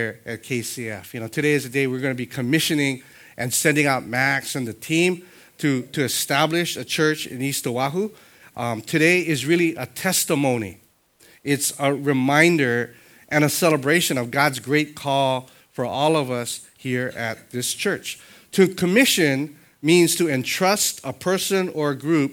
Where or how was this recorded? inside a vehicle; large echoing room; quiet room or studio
large echoing room